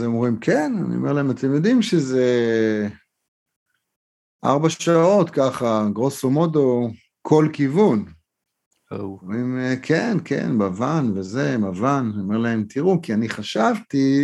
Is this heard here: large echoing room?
no